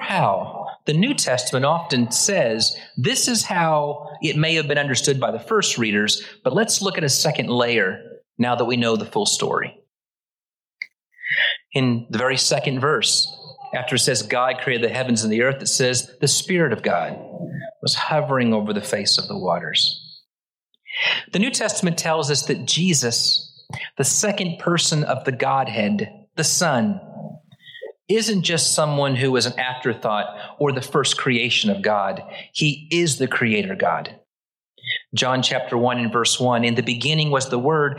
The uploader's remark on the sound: Originally preached at the West Side Church of Christ (Searcy, AR) on January 15, 2023